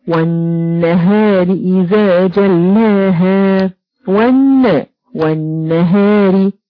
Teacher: ما نطقش اللام لأنها لام شمسية